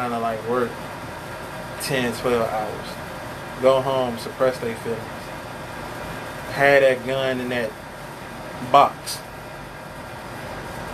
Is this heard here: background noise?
yes